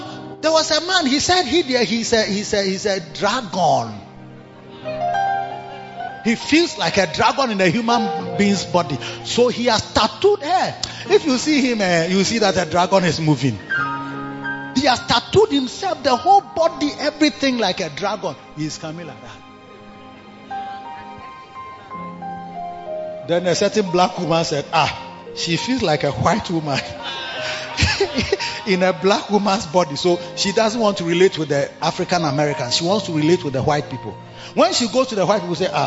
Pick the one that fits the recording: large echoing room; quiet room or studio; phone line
large echoing room